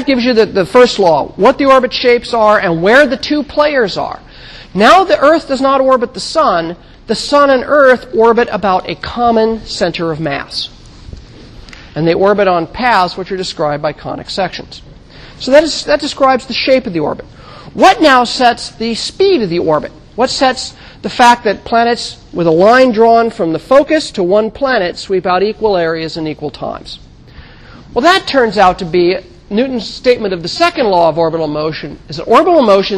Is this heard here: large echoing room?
yes